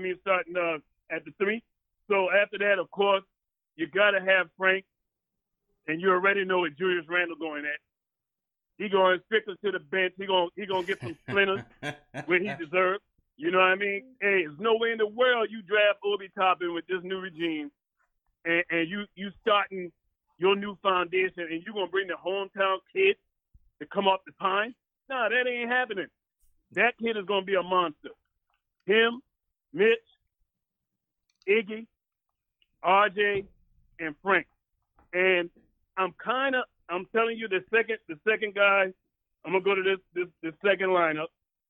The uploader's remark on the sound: They also take live phone call reactions from fans around the world.